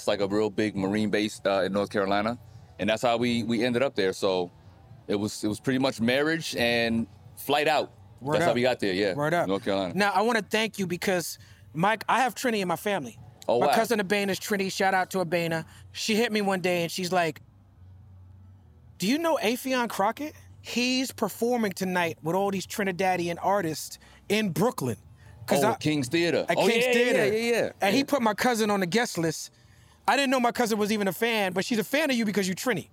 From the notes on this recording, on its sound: filmed live at the Blue Note Jazz Festival in Napa Valley